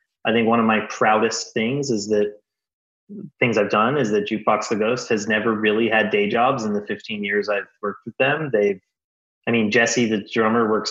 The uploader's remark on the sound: This is a live episode, virtually, on Zoom. They were able to ask questions at the end of the episode.